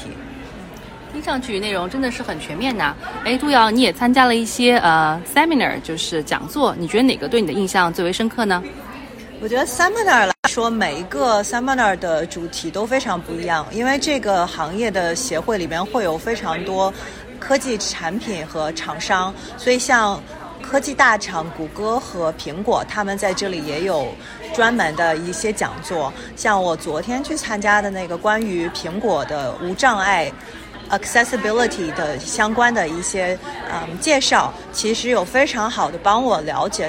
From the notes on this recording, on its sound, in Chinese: 辅助科技行业协会2024年会见闻。本期播客由三位第一次参加大会的言语治疗师在会议现场为大家带来他们的参会体验和收获。现场收音存在少量背景杂音，建议听众在较安静的环境中播放。